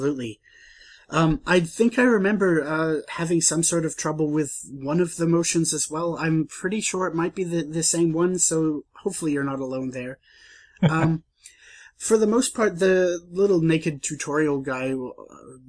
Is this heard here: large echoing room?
no